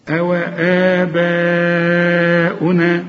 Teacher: مد أربع حركات، مد وبعده همزة · Term: مد واجب